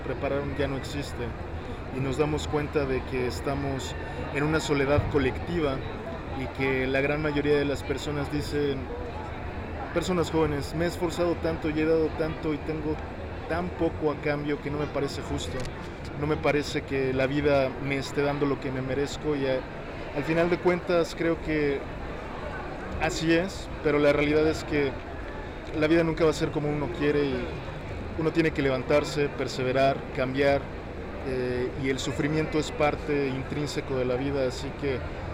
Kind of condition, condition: setting, busy venue